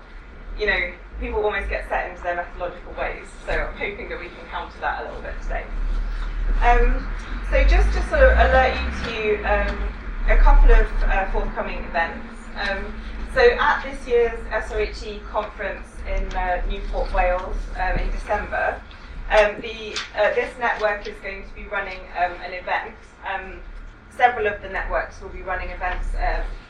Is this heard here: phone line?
no